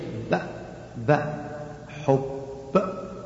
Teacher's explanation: والباء من وين؟ من انطباق الشفتين.